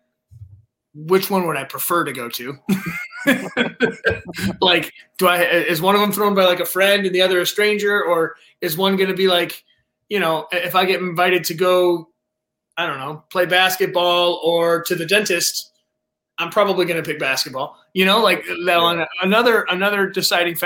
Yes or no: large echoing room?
no